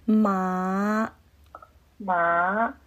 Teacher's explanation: 下去然后再上来，就好像第三声一样